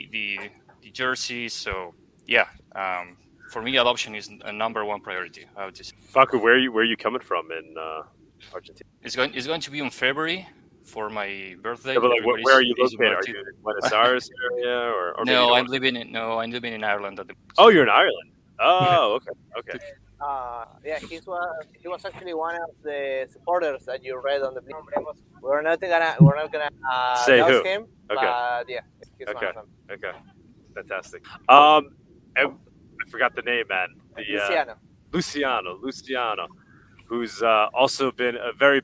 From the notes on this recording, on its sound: Live from Monero Soccer Stadium in Formosa, Argentina